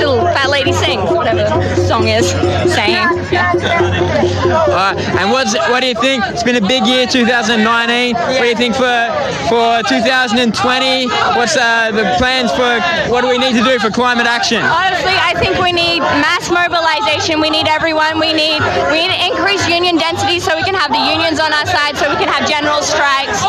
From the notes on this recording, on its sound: at and extinction rebellion rally in Brisbane